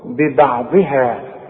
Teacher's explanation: الضاد هي اللي مفخمة ومكسورة